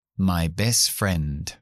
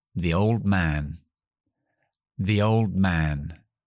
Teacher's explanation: La D cae entre la L de old y la M de man, así que me la quito. · Term: omisión